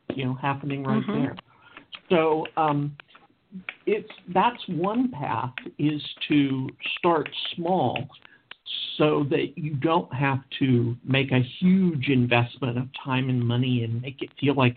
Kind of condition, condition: link, phone line